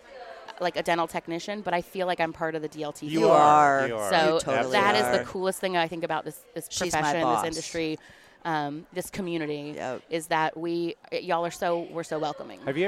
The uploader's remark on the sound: For the last three years, we have gone to the Ladies of the Mill Summit and recorded a ton of amazing females in our industry. We had our first opportunity to record ON-STAGE in front of a LIVE audience.